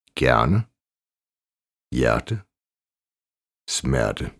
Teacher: Langt E som æ. E plus R. Åben æ-lyd, som i det svenske hjerner.